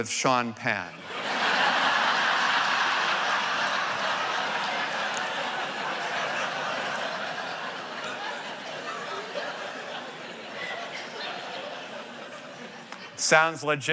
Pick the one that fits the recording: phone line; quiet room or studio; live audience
live audience